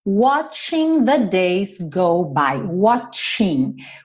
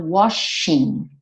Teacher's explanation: Tem o T, tcha, igual no tchau. · Shown in: first take